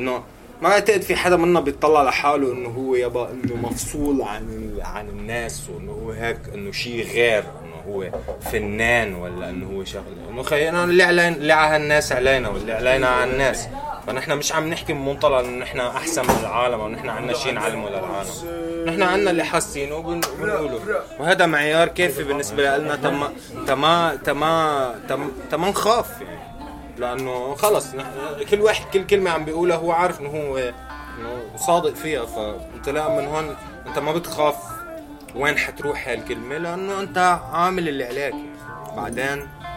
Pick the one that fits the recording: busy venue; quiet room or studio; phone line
busy venue